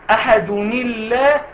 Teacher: احنا قلنا ايه اللام مرققه ليه عشان قبلها مكسور احدوني الله ايه اللي حصل هنا كسرت النون بتاعت التنوين لان